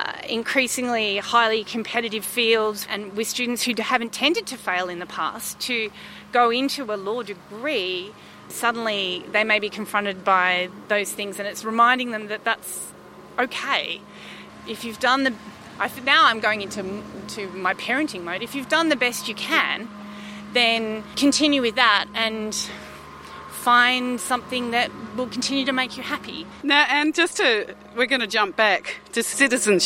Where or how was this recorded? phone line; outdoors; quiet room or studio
outdoors